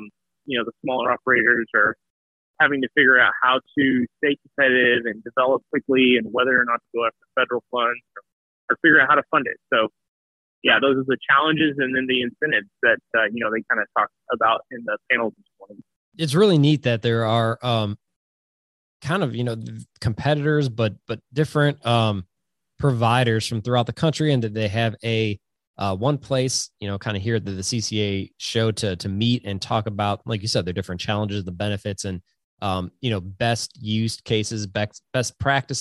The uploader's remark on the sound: calls in from the 2022 Competitive Carriers Association Annual Show in Tampa, FL